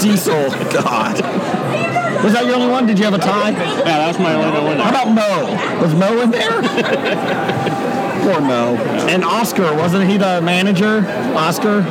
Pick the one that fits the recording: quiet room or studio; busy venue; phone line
busy venue